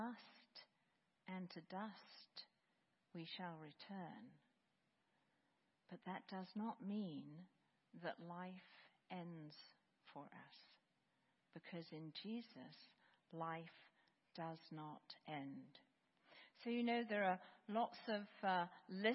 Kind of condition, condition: setting, large echoing room